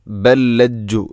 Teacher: ഇവിടെ ബല്ലജ്ജു, ബൽ ലജ്ജു എന്നല്ല, ബൽ ലജ്ജു. ഒന്നാമത്തെ ലാമിന് രണ്ടാമത്തെ ലാമിലേക്ക് ഇദ്ഗാം ചെയ്യുന്നു, കൂട്ടി ലയിപ്പിച്ച് ഒതുന്നു.